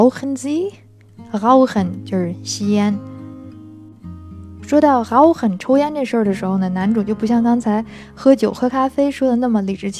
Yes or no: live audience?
no